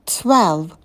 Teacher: На звуке «т» также добавляем придыхание.